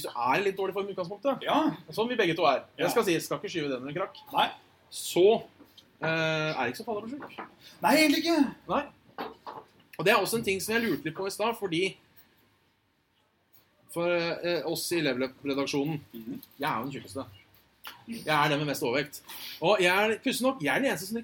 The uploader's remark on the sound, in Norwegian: Live med Level Up fra Tilt. Vi gjeste jubileet til Level up og og tok lige så godt og kuppet showet dems og kjøre en live Saft og Svele. Litt laber lyd.